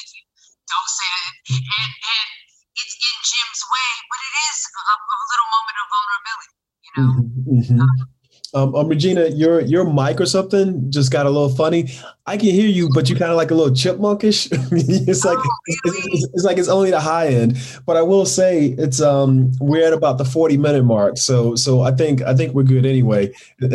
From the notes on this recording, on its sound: in a spoiler-filled virtual Q&A